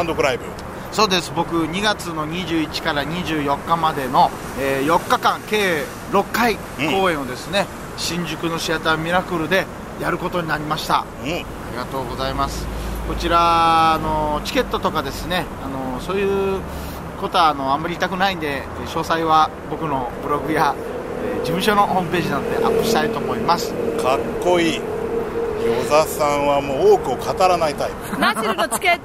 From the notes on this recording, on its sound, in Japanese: 収録直後の帰り道で収録した収録後期をお届けします！